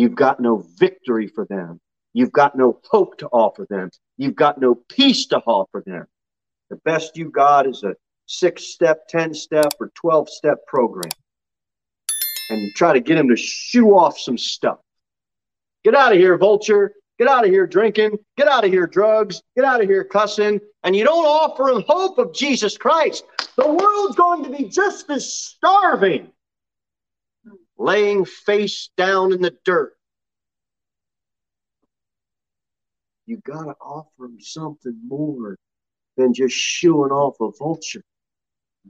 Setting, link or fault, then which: setting, large echoing room